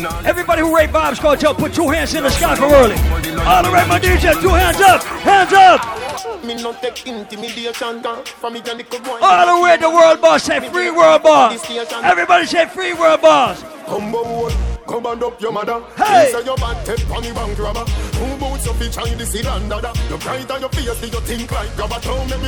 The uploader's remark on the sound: The live party audio from the Fete Fridays 1yr anniversary